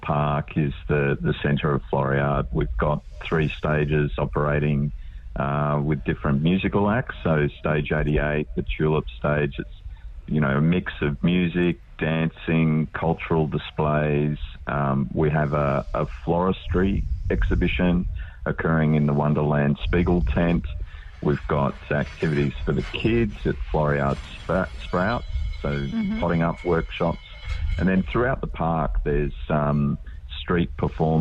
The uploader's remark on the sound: Radio Catch up Live from Floriade Outdoor Podcast!